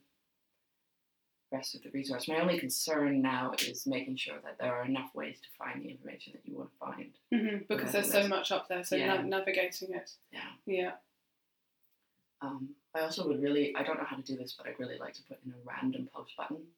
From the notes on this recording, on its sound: Apologies, dear listeners, for the poor sound quality. Technical hitch.